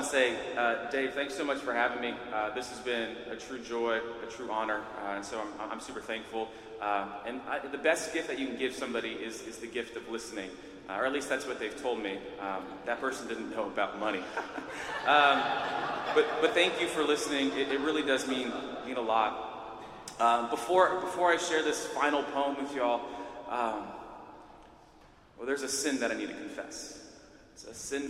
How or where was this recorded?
live audience